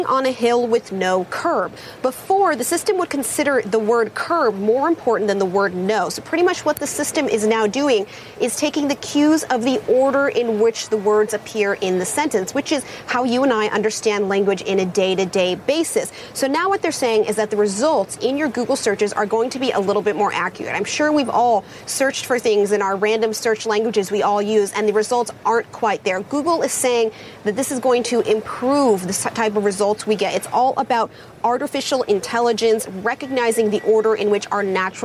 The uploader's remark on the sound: live from the New York Stock Exchange